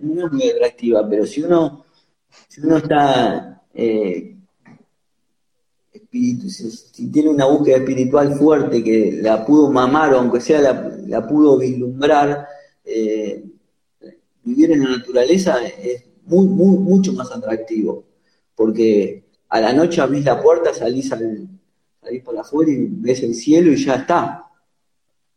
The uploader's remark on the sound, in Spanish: Audio de la charla en vivo por Instagram